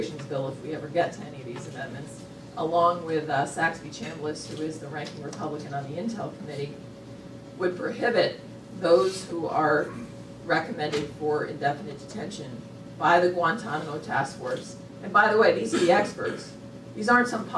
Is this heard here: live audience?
yes